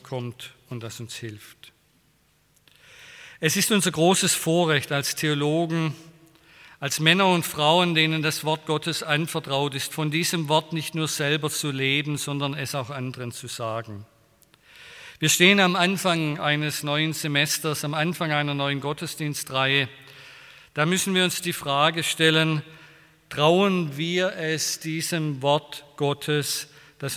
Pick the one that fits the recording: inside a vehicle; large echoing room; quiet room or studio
large echoing room